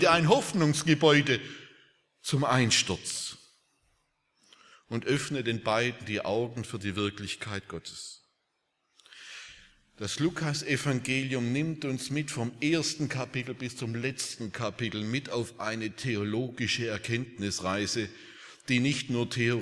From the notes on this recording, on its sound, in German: Aus dem Gottesdienst der Liebenzeller Mission.